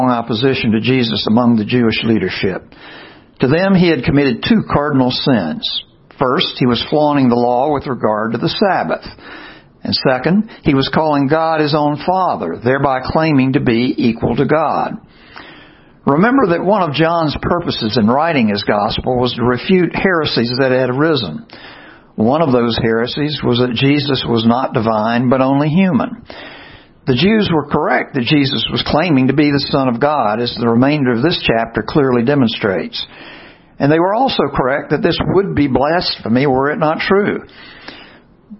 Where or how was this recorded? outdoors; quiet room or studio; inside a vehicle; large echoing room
large echoing room